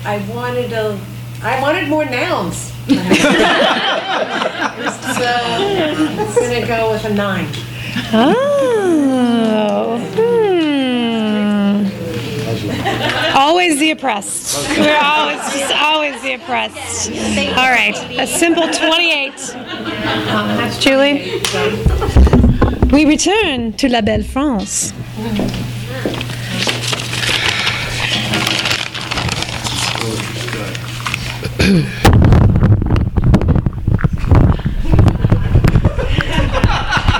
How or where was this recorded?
live audience